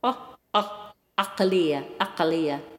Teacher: The name of the letter is ein, and it's a kind of it's almost like a glottal stop.